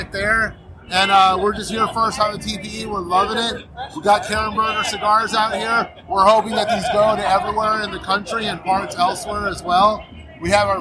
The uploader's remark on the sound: Live from TPE 2023